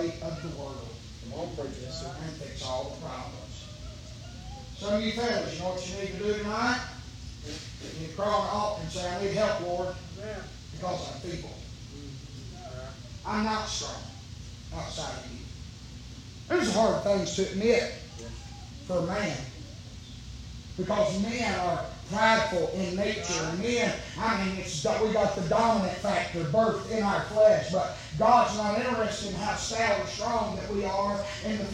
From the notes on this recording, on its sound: preaching live from Still Water Baptist Church